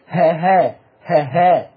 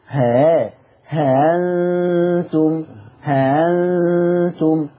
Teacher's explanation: الهمزه المسهله حرف فرعي مش هاء خالصه · Shown in: second take